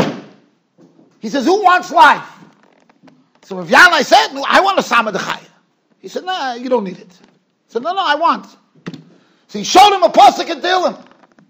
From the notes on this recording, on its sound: Shiur recorded in Yeshivas Ohr Reuven, Monsey NY.